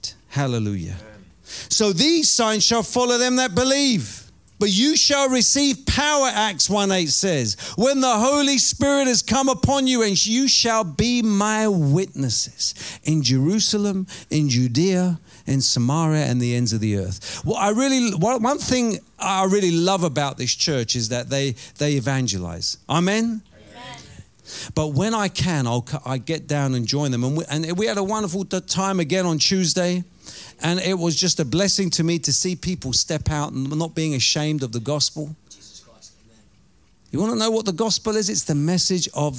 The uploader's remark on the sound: Preaching at Oasis Church, Watford, England.